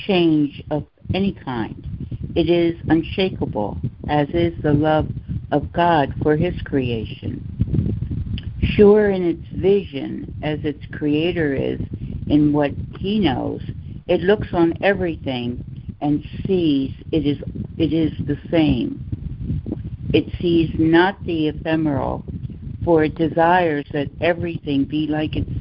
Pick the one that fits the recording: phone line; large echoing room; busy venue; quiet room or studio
phone line